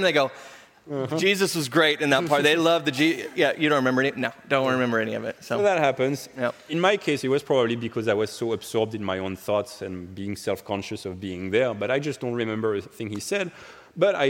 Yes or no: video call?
no